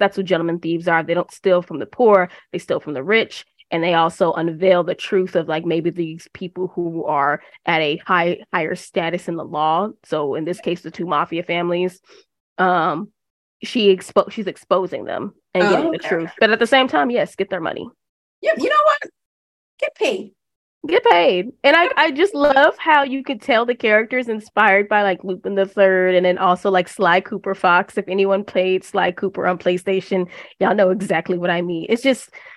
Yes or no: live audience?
no